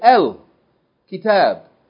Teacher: That al, alif lam, the alif there is Hamzatul Wasl. We pronounce it with a fatha